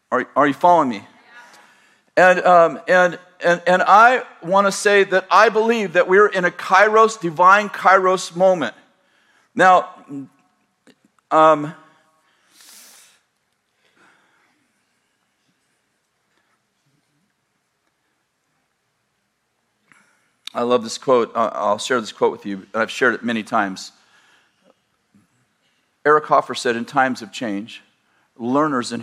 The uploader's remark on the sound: In this sermon from March 2020, at Bethel Church in Redding, CA